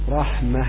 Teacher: فيوقف عليها بالهاء من غير تنوين